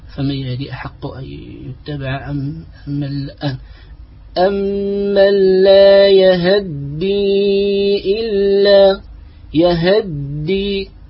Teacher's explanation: فمثلا يهدي هذه من الكلمات التي اختلسها بعض القراء كقالون وأبو عمرو، فيفتح الياء ويختلس فتحة الهاء فيقرأ فمن يهدي أحق أن يتبع أم الآن أمن لا يهدي إلا يهدي، فيختلس فتحة الهاء. · Term: الاختلاس